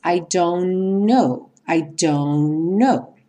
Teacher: Como o T, nós já vimos, é uma consoante oclusiva, ela também não vai aparecer. Nesse caso, a gente vai ter a junção dos dois N's.